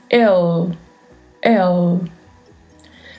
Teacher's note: A pronúncia deste L, que é com a língua entre os dentes